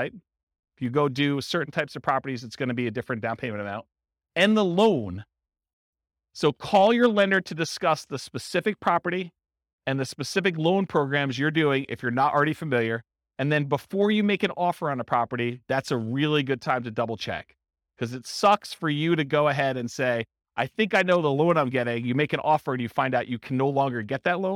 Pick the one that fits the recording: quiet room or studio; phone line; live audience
live audience